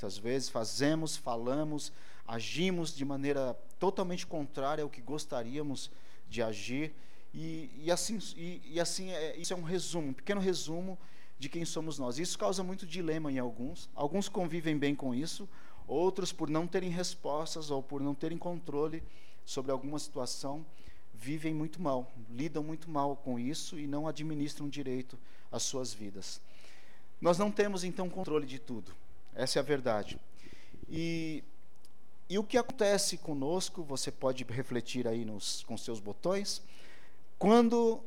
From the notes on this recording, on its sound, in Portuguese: ÁUDIO DO CULTO